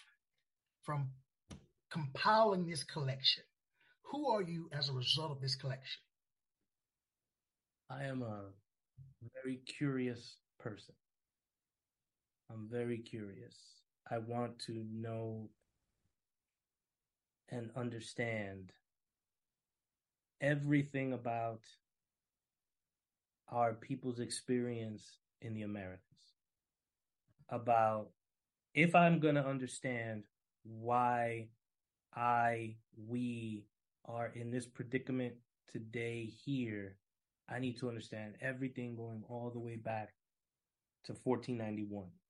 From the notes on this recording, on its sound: As a result of sound issues, your audio device may need to be turned up to a higher volume.